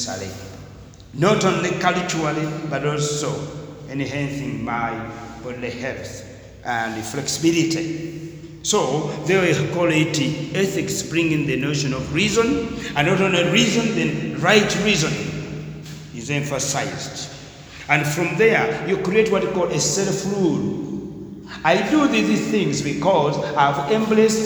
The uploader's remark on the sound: Discussed during a lecture